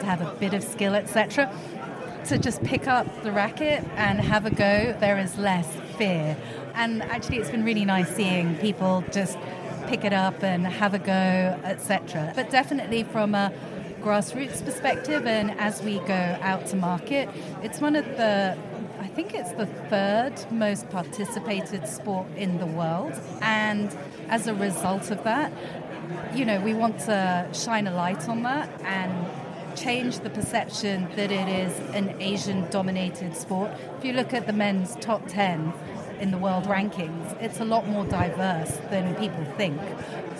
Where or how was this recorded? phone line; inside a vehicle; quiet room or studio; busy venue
busy venue